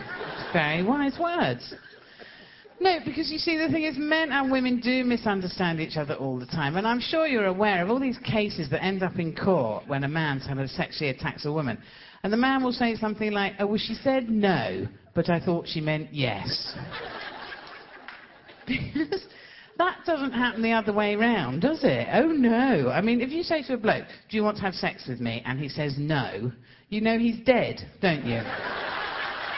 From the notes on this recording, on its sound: Recorded on tour.